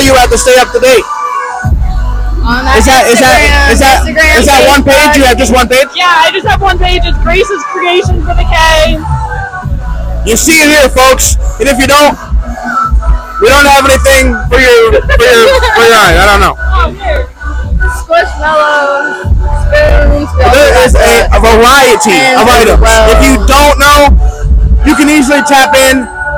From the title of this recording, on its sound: Live at Skullys for Rave Night in Columbus Ohio